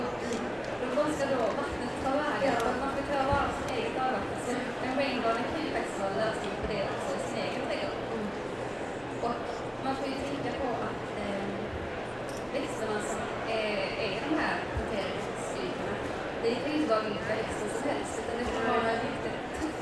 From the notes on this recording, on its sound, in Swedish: Trädgårdsarkitekterna poddar live från Vår Trädgård i Malmö.